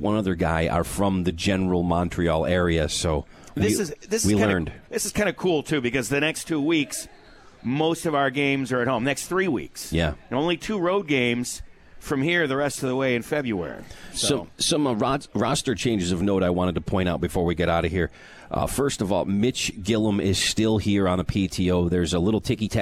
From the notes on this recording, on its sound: Live from Swifty's